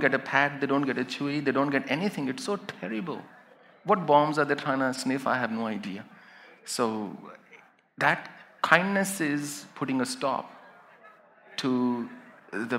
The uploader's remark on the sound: A live session from #JaipurLitFest2020.